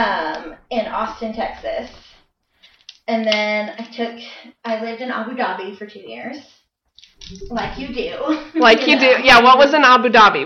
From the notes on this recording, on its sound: Still working on sound issues!